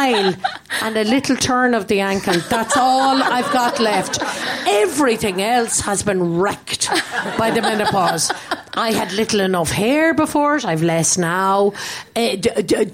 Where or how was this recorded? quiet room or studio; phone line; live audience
live audience